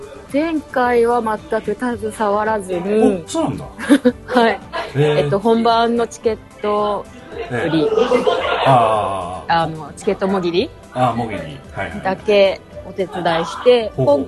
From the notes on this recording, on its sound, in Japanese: 2019年の忘年会ゲリラ収録！次回公演の総決起大会を兼ねて、忘年会を行いました。そちらでの収録です。